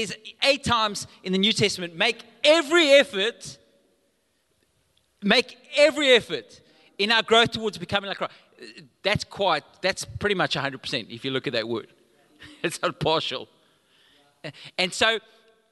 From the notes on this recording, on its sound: Recorded live on Sunday the 17th July 2022